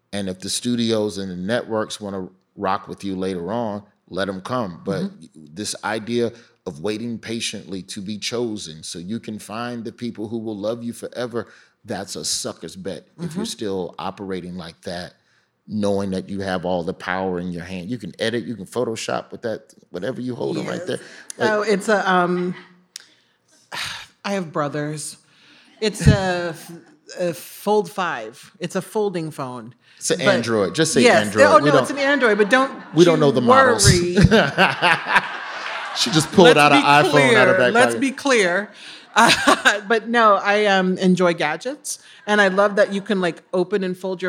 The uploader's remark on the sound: Design Matters Live Tour